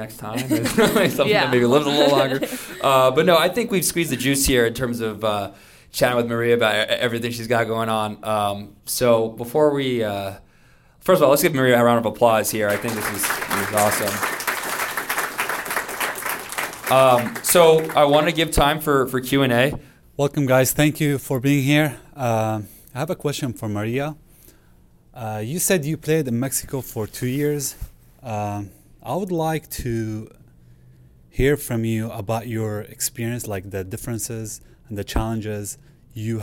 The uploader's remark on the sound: In front of a live audience of students at Rice University. Live From Rice University!